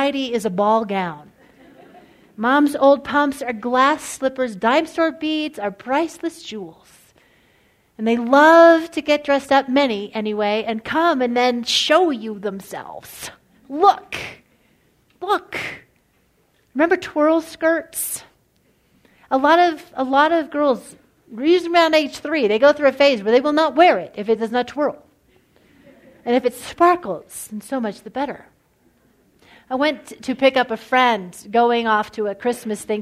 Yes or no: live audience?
yes